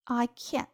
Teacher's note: I can't 这个地方的 t 有一个失去爆破，但是要做口型